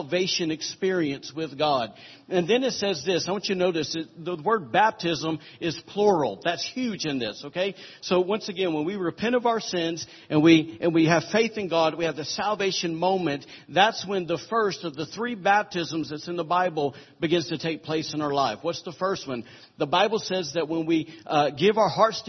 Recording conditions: large echoing room